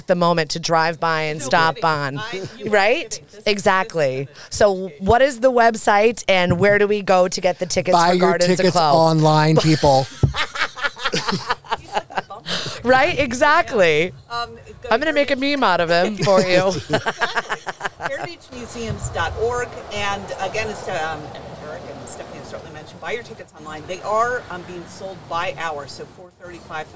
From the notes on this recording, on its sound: The Brown Jug in Sandwich for accommodating us on a busy shopping day and providing us a beautifully decorated store front to broadcast live. The Brown Jug in Sandwich for accommodating us on a busy shopping day and providing us a beautifully decorated store front to broadcast live.